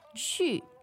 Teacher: the verb to go is 去, that's a fourth tone